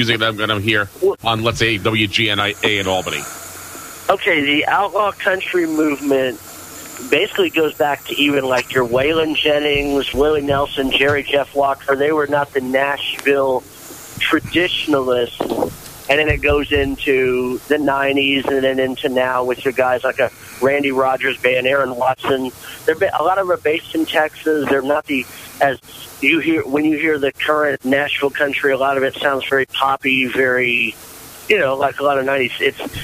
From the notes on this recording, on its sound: take your live calls